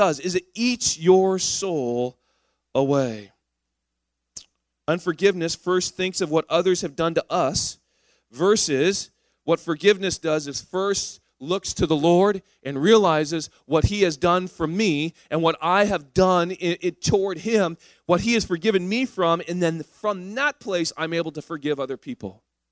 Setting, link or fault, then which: setting, large echoing room